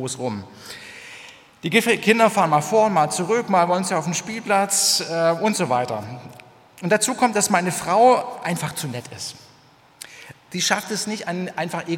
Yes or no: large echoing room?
yes